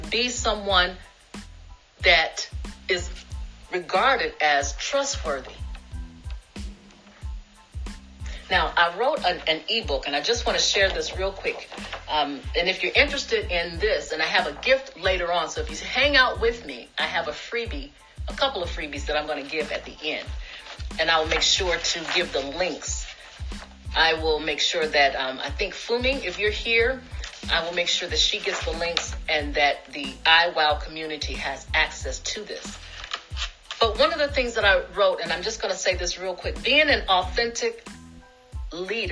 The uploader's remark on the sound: This is the audio version of an Instagram Live web class